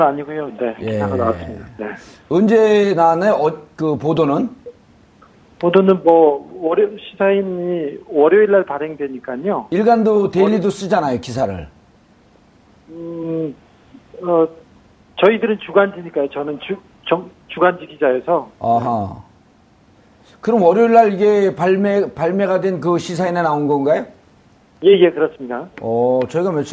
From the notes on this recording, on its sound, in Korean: 전화연결